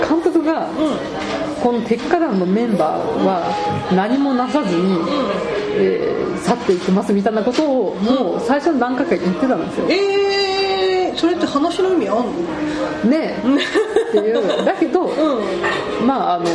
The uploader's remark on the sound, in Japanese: 飲食店での収録のため、雑音がかなり入っていますが、ご容赦下さい。